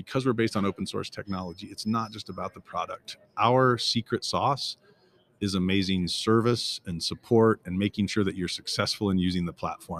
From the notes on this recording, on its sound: recorded LIVE & in-person at the Ellucian LIVE Conference 2022